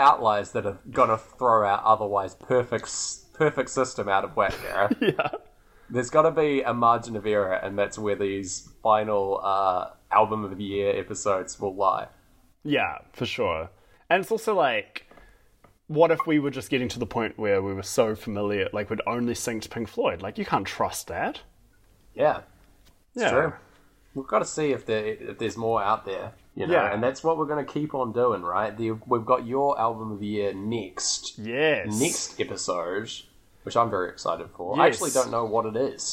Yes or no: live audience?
no